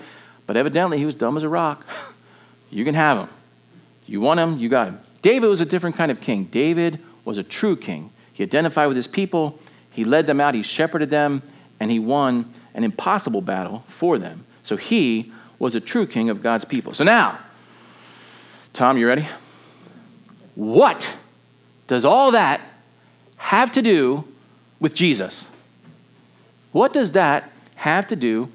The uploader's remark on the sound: Preached at New Beginning Nazarene Church in Mt. Airy, MD.